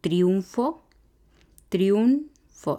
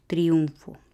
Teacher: Para la IU tenemos un ejemplo como triunfo, triunfo, serían dos sílabas y el diptongo se forma en la IU